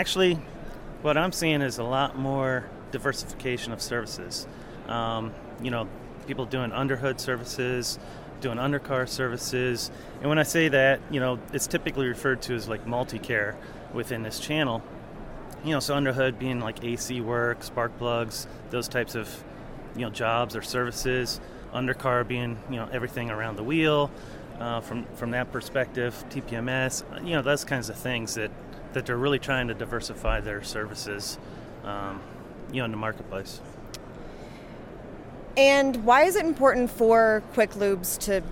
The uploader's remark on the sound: on the trade show floor at iFLEX 2023 in May